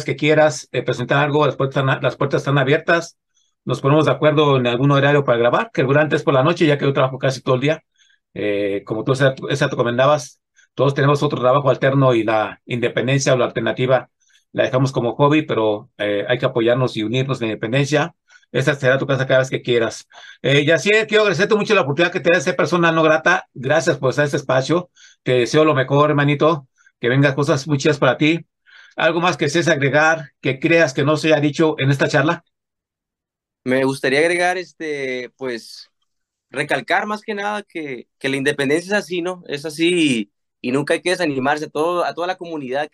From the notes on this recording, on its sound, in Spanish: Charlamos via zoom